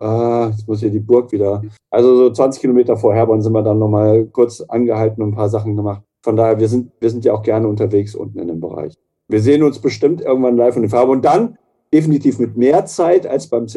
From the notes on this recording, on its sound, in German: Für die Episode 11 war es mal wieder ein „virtueller” Besuch über Zoom“.